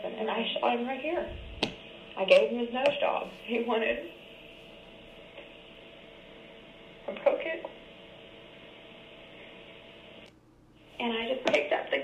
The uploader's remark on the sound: Ialso apologize for the noises- most of the extra noises are from the clips, but I still don’t have proper equipment.